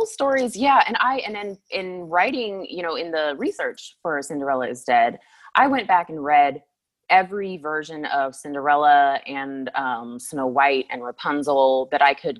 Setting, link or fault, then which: link, video call